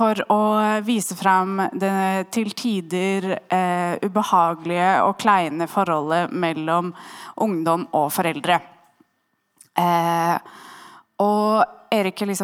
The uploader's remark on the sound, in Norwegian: var vi på FemFilm på Vega Kino, og spilte inn vår aller første live-episode